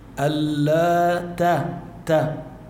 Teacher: تفتح تمك بالتاء فيك تجيبها، أما إذا بتسكر تمك ما بتطلع معك إلا طاء